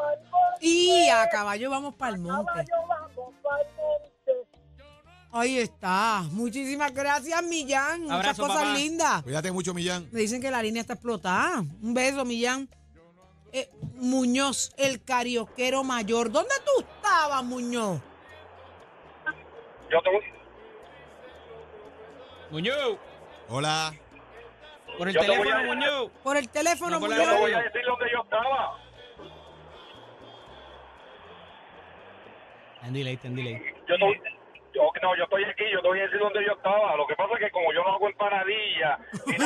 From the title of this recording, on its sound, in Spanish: Recibimos las llamadas del público